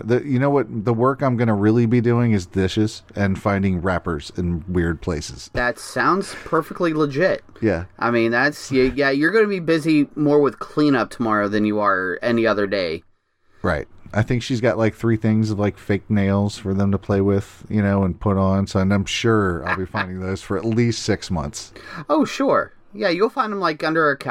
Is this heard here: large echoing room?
no